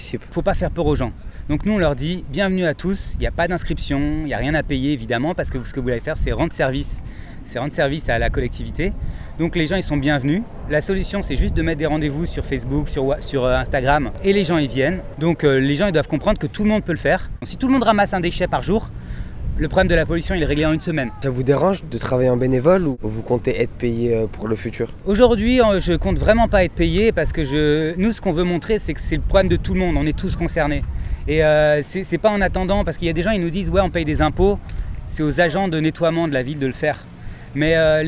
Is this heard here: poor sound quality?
no